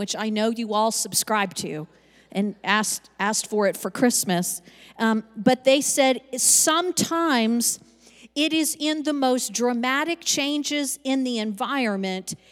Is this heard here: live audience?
yes